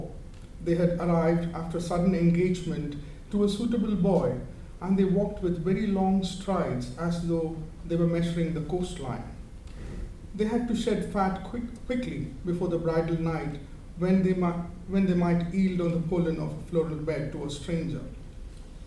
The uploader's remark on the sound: At Worlds Literature Festival 2011: an Afternoon Reading on the Novel.